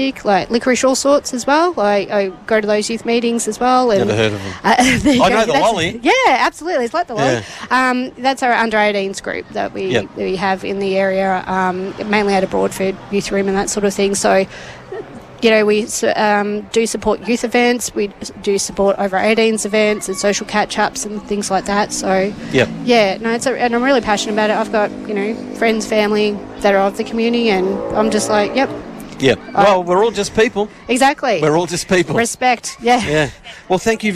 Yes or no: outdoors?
yes